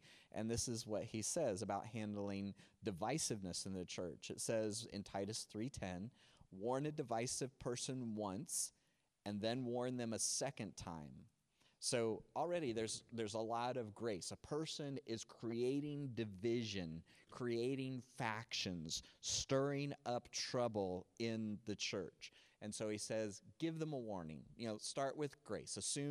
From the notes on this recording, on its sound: NOTE: The video is from Cornerstone Online, the audio is from Cornerstone In Gym.